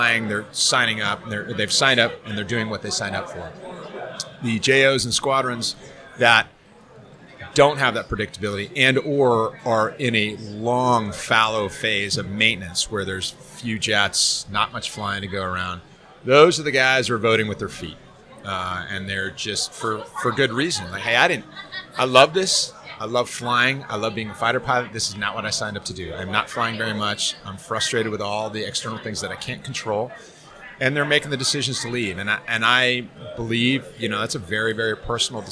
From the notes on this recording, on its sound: Live from Tailhook 2019